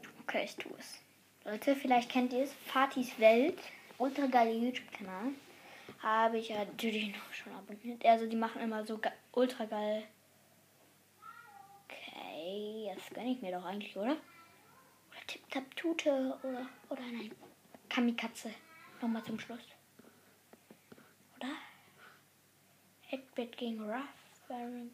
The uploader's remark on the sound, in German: Meine Mutter hat die Aufnahme zerstört.